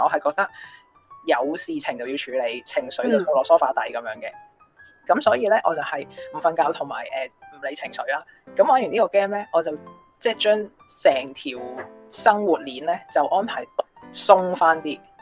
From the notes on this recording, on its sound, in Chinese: 遙距錄音。